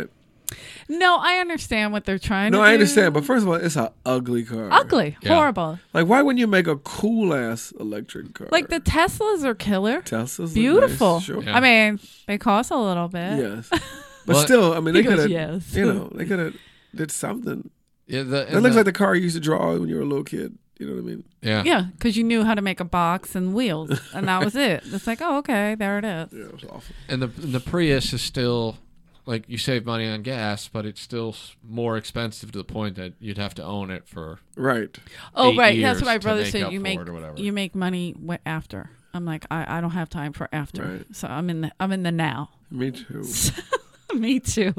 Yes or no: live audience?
no